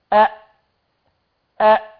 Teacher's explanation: هتلاقي في الهمزه حدث انطباق للوترين الصوتيين. ولذلك لما تيجي تقول أ تلاقي احتبس الصوت، خلاص حدث انغلاق بين الوترين الصوتيين.